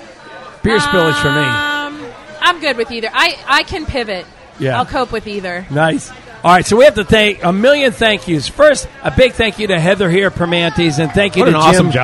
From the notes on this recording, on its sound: Thanks to Fueled by Hops Podcast, we simultaneously recorded at Primanti’s.